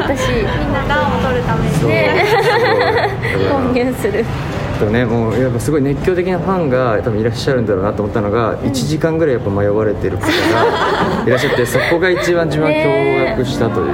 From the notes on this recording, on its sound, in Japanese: reload下北沢でおこなっている新しい買い物体験イベント「kaiwamono」の現場から